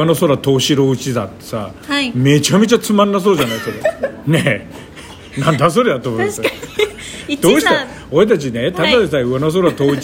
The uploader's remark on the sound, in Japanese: はじめての公開生収録